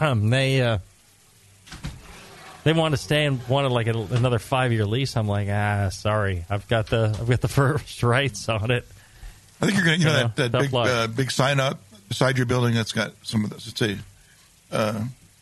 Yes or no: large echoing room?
no